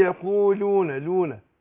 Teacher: حرف انحراف يعني بينحرف اخراجه المخرج اللي جنبه، مخرج النون